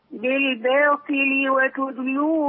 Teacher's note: عايزين الباء هنا مرققة والطاء عندي مكسورة ففيها ضعف